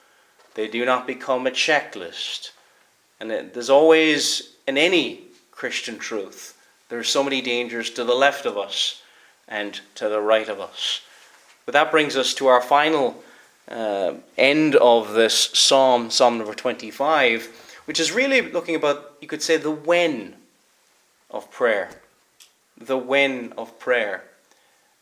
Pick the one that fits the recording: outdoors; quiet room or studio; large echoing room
large echoing room